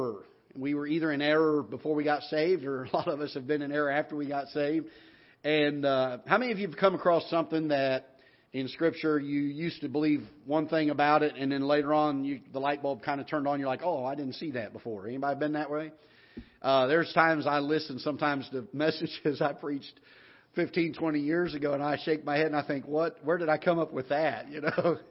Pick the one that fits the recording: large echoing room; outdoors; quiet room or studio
large echoing room